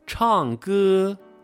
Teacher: 第一声在末尾的时候，唱歌，不要掉下来了